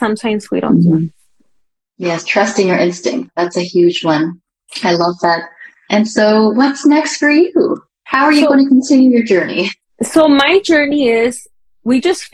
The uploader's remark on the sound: this SPECIAL interview taken from our Instagram Live